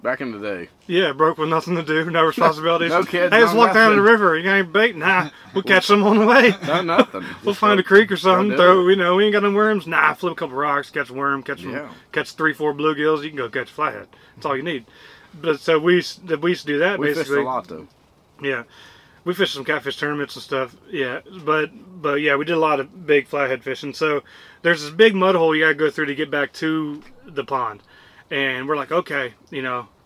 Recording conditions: outdoors